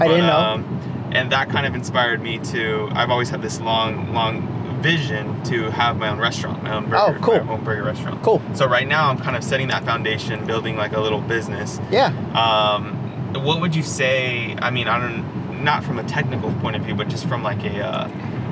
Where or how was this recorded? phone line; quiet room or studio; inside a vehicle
inside a vehicle